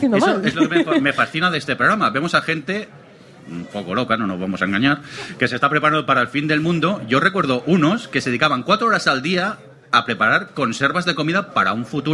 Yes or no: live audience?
yes